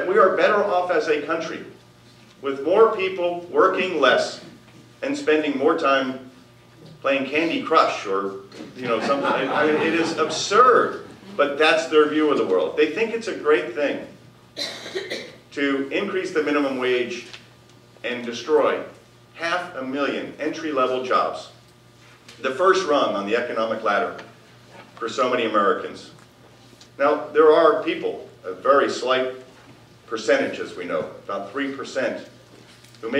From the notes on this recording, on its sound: Addresses The Ripon Society's 4th Annual Symposium On Leadership on March 7, 2014. Appeared before a legislative symposium sponsored by The Ripon Society, delivering a Keynote Address.